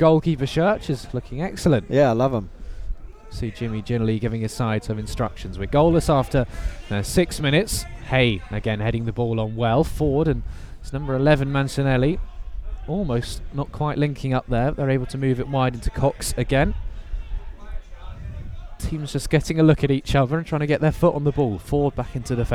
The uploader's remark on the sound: FULL COMMENTARY: Nuneaton Borough v Hitchin Town FC